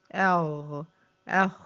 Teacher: الغين والخاء بيخرجوا من أقصى الحلق